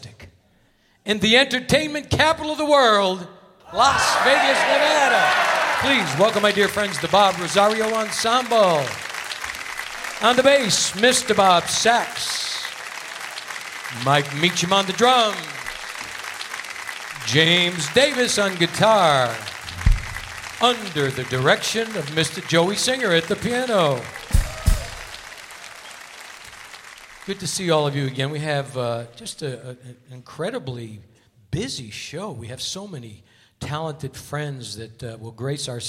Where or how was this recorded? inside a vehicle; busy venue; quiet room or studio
busy venue